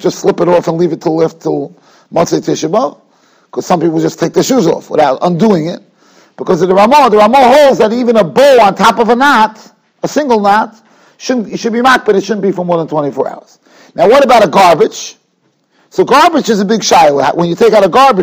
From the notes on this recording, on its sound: Shiur recorded in Yeshivas Ohr Reuven, Monsey, NY.